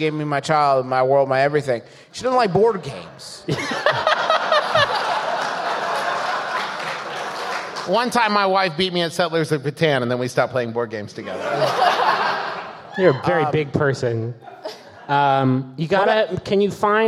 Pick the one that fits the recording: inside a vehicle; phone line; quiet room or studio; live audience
live audience